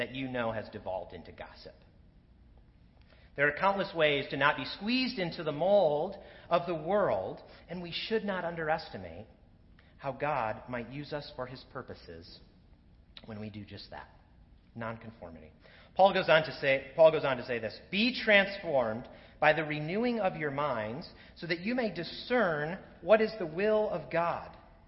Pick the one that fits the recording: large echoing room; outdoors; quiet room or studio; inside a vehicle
large echoing room